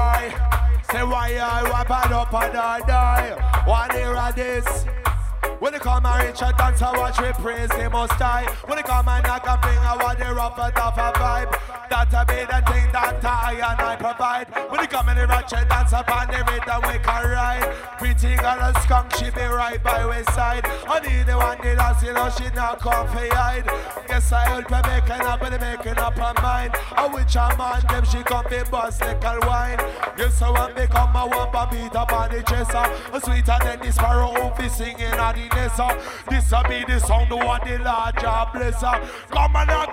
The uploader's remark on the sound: Reggae vs Jungle at The Refreshment Room, Stratford, London! This was a "live" set on the Reggae Roast Soundsystem last Summer.